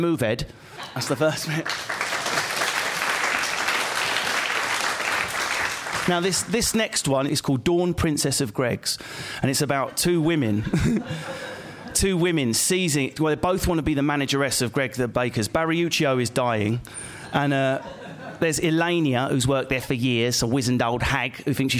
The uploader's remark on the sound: Edinburgh festival podcast: The Guardian Live at the Gilded Balloon. Joined on stage at the Gilded Balloon in Edinburgh.